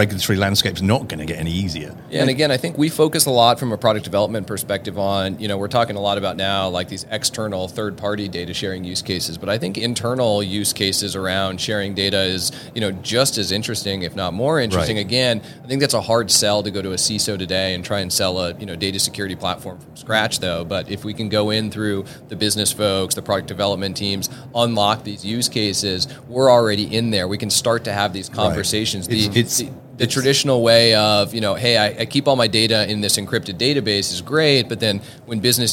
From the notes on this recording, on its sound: This was recorded at the Money20/20 Show in October 2022